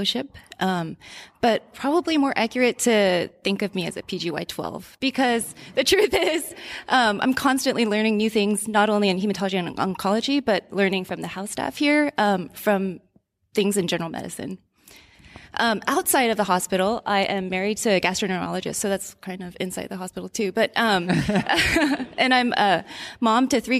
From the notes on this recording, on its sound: We recorded LIVE at joint grand rounds between Walter Reed NMMC and Uniformed Services University.